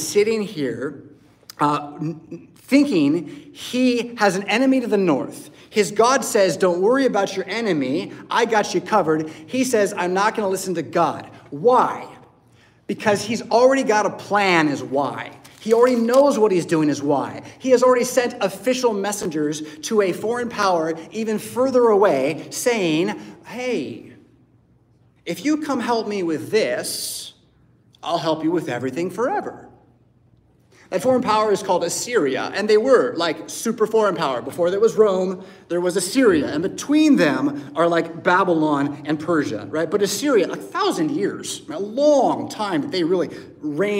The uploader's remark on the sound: Preached at St Paul Lutheran Church , Rockford, Illinois on Sunday December 17th, 2023.